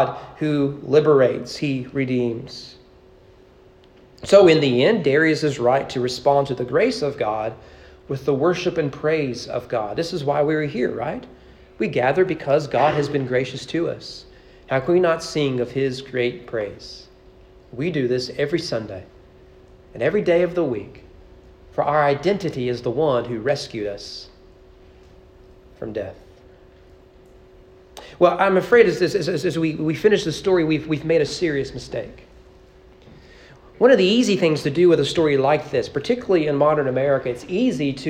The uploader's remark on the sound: Sermon preached at East Frankfort Baptist Church on July 2, 2023 during morning worship.